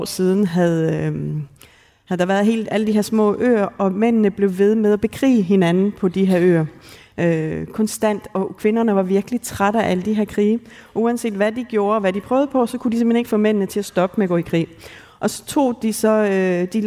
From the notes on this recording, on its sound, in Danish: Live-special fra Ordkraft. Som er optaget på litteraturfestivalen Ordkraft i Aalborg.